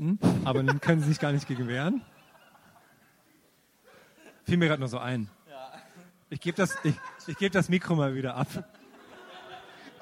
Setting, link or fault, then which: setting, live audience